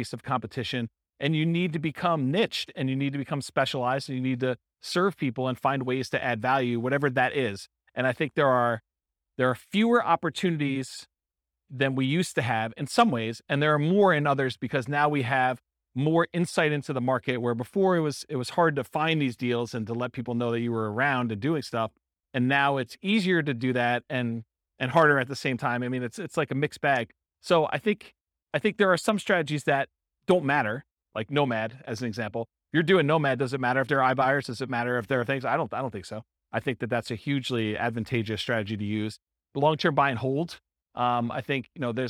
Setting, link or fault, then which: setting, live audience